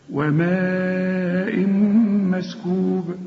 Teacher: الحرف عليه مد وبعد المد همزة لازم تمد أربع حركات